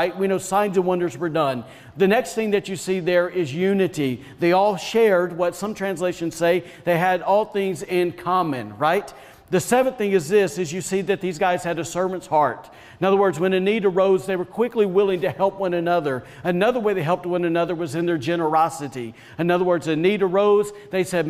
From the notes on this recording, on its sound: was recorded on Sunday, May 2nd, 2021, during service at The Anchor Church in Rockport, Maine